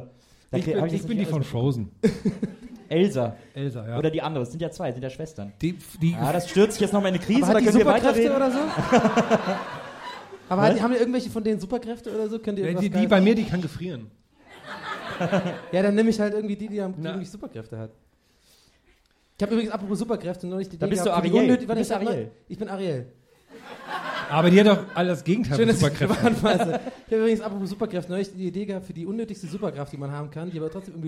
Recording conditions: live audience